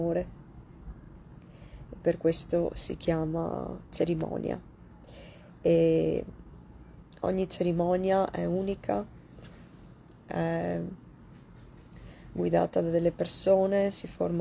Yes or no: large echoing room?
no